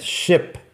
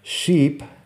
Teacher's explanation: ship con la i corta, sheep con la i larga